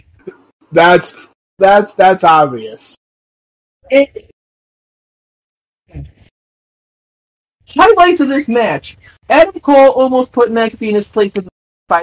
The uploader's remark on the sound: SORRY FOR THE AUDIO QUALITY